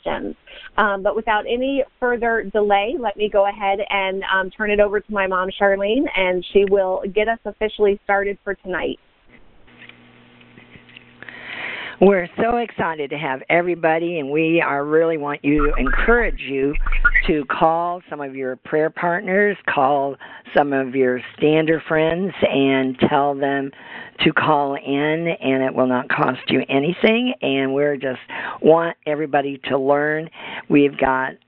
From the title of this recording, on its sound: June 22, 2017 Conference Call